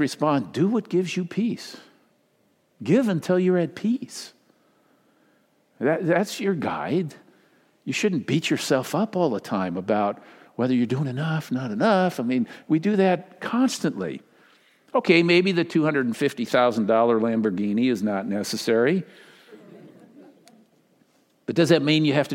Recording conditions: large echoing room